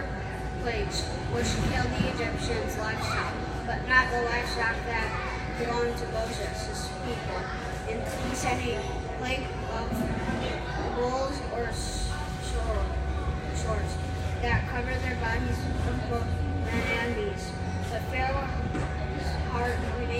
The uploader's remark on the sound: LIVE from Festival. LIVE FROM OUR PARISH FESTIVAL!!